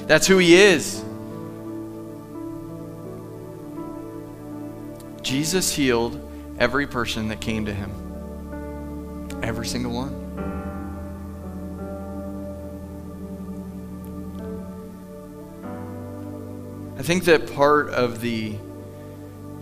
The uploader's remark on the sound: Sunday Morning at The Summit. Live from The Summit Church in Dover, OH.